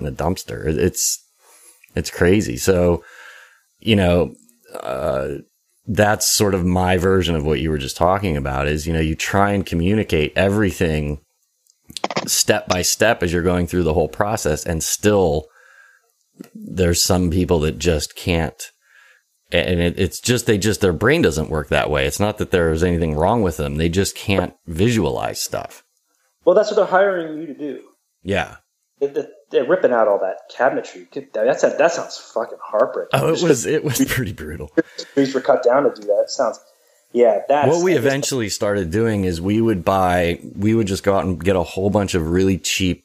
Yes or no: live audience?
no